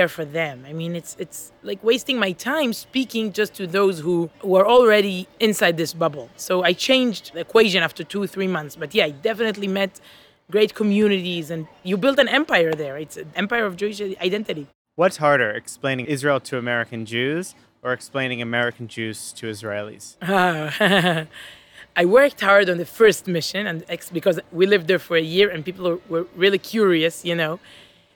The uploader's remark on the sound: They met up for coffee outside on a sunny Jerusalem morning